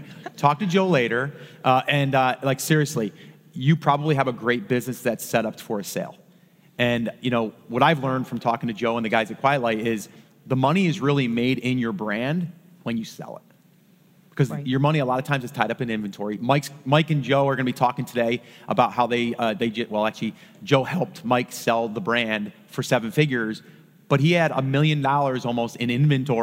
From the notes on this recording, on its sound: Recorded LIVE.